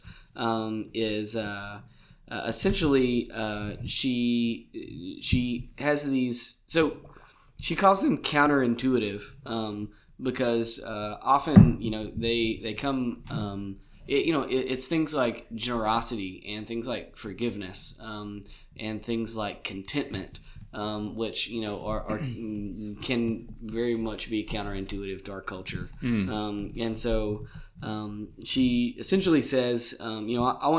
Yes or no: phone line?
no